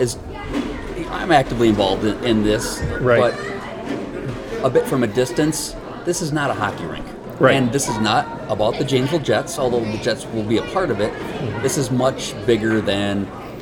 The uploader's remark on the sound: The Jamble 'live' at Woodman's Center Community Day. Setup shop at the old Sears building at 2500 Milton Avenue to talk to visitors at the Woodman's Center Community Day. Several folks just walking by to get their take on the proposed project.